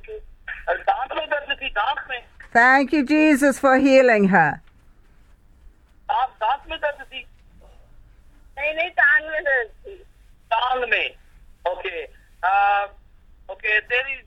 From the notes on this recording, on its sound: Speaking via phone to group in Pakistan.